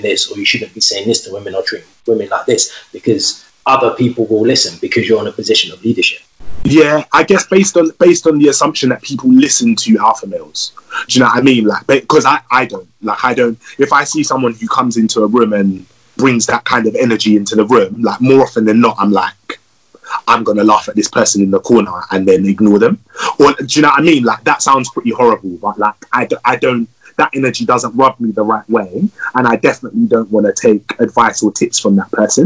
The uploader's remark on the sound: This Episode was recorded via Instagram Live and Skype